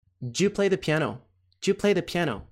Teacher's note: Esse do you vai soar como j. Do you play the piano?